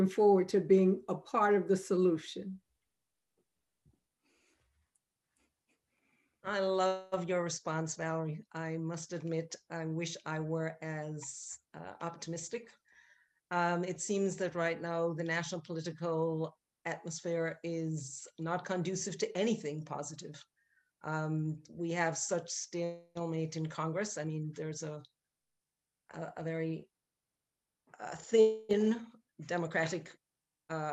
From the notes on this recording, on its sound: This is a recording of our virtual event